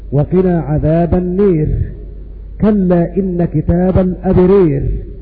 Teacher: وأبو عمرو يميل الألف التي بعدها راء مكسورة · Term: الإمالة